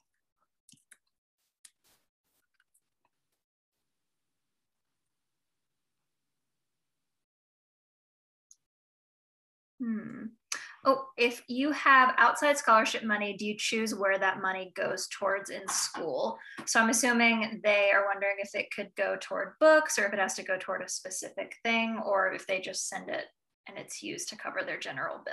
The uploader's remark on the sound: Audio of the informational Zoom session with Student Financial Aid Services.